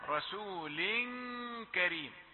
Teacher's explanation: لاحظ الغنة، رسول كريم، الغنة وأنت داخل على الكاف